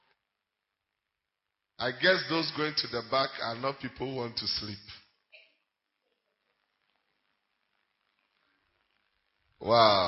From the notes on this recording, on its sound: Preached At Central Assemblies Of God, Ho.